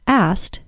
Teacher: Fellow user, Knock, said that he noticed that sometimes it seems like people don't say the K sound in asked, pronouncing it as asked instead.